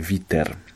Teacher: Natomiast po ukraińsku pojawia się e, witer. · Term: epentetyczne e